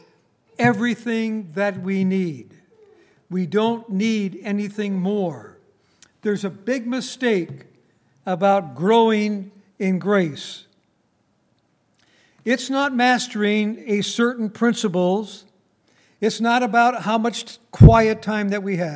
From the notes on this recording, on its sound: Recorded on April 28, 2019, at Grace Bible Fellowship in Front Royal, VA.